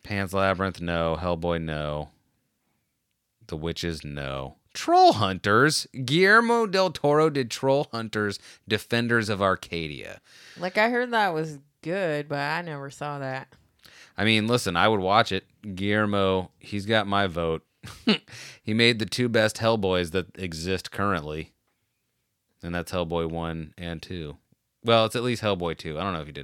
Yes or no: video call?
no